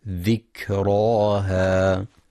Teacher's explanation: وفي كلمة ذكراها ينتبه القارئ لهمس وشدة الكاف